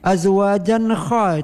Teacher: Imam Abu Ja'far membaca dengan ikhfa. Jan tanwin bertemu dengan kha seperti bertemu dengan qaf oleh Imam Abu Ja'far.